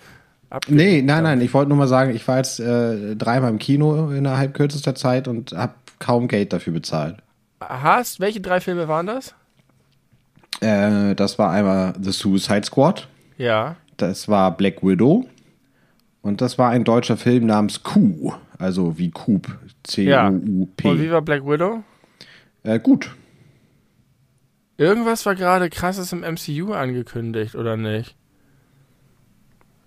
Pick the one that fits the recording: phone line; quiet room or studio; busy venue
quiet room or studio